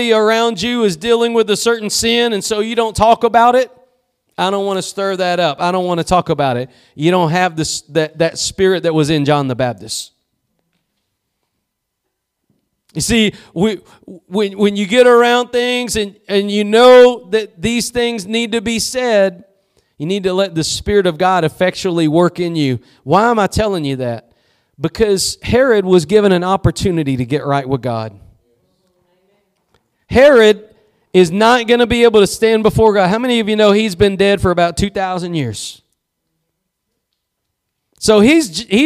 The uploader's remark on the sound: Preached at Gospel Lighthouse in Bossier City, La.